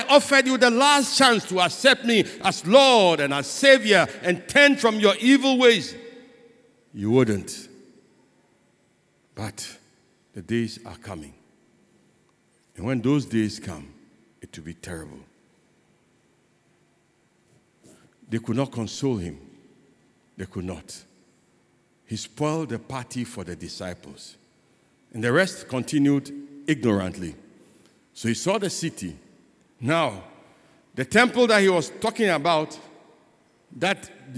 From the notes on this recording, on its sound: Sermon preached at CBC Shiashie Campus